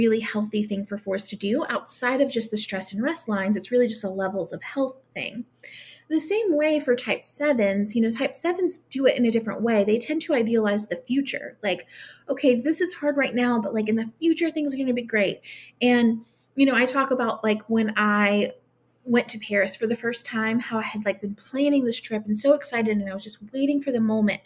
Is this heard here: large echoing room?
no